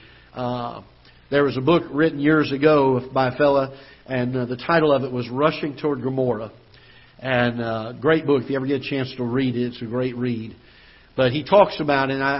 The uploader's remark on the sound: Ketha Heights Baptist Church ~ Live Broadcast